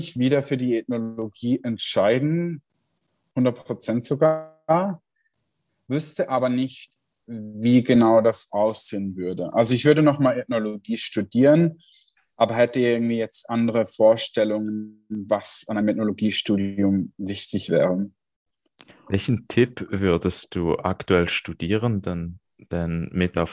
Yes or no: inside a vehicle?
no